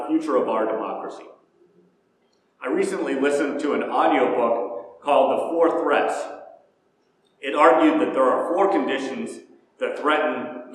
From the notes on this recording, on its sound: Preached at First Presbyterian Church of Rolla.